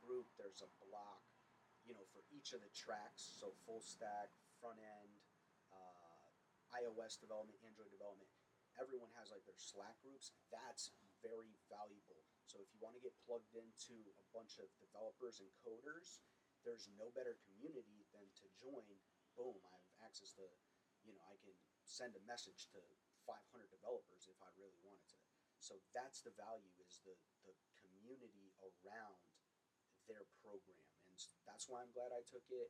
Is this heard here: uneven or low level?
yes